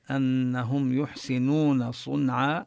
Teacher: ونبين الغنة في أنهم عند النون المشددة، والميم حكمها الإظهار، أنهم يحسنون صنعا، كذلك نمد الواو في لفظ يحسنون نمدها مدا طبيعيا، صنعا النون حكمها الإظهار، ونقف بالألف.